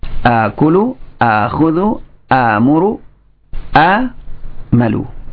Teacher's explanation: fi'il yang diawali dengan hamzah ketika menunjukkan saya, maka hamzahnya diubah menjadi mad